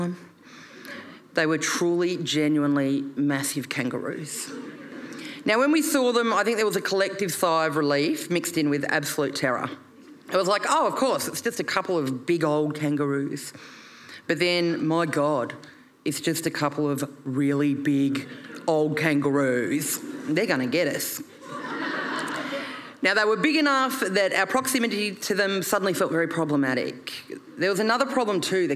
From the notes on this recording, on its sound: performed at Brisbane Comedy Festival in 2022